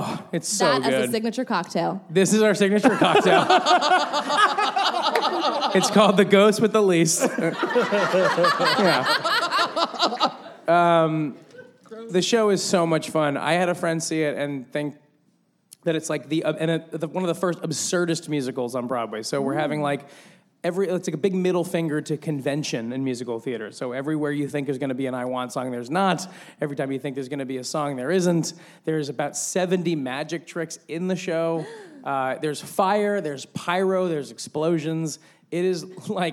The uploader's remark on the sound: LIVE at BroadwayCon 2019!